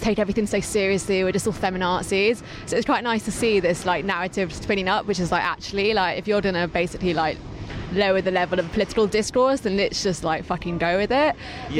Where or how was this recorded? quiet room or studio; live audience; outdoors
outdoors